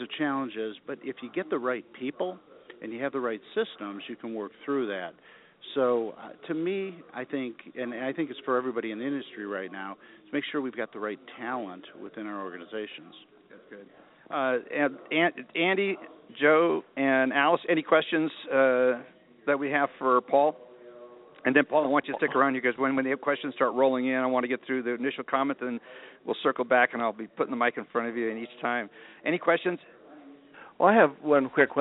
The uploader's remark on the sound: Broadcasting "live" from the Motivity User Conference in Denver. Interviewing various executives of mortgage companies here at the conference.